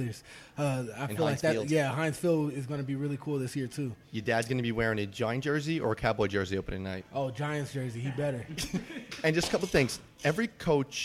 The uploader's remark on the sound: live from Jack Demsey's